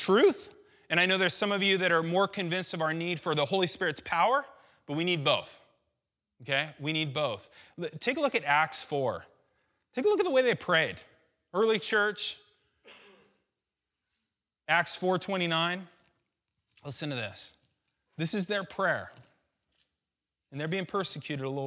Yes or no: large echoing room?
yes